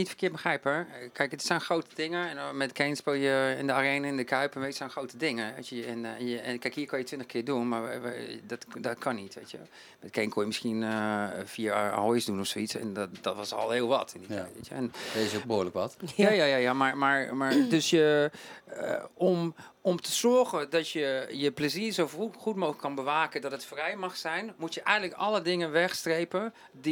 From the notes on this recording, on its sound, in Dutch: in de Kleinste Kroeg, backstage bij De Vrienden van Amstel LIVE